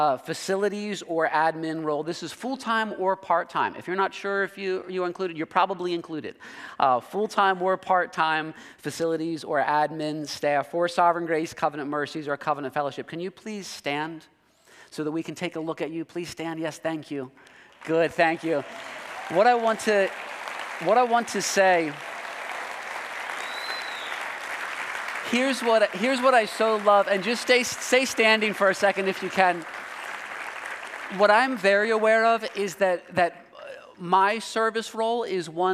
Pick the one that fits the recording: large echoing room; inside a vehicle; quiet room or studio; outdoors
large echoing room